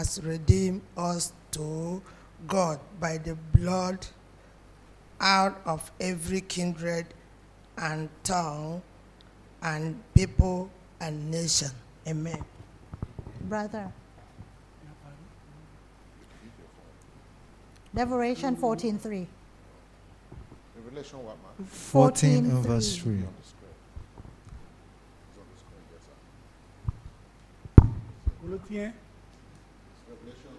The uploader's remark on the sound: This Sunday sermon was Preached Live